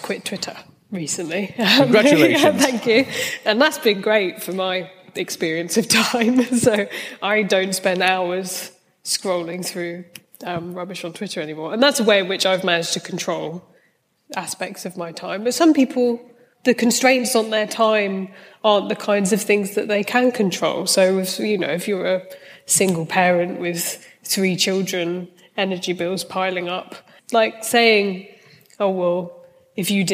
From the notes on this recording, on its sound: In this discussion recorded live at St Georges, Bristol.